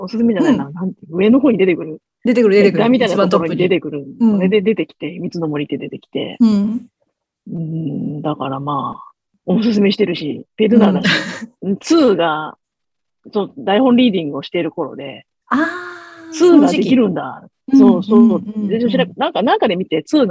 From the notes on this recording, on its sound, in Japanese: Zoom座談会で語りました！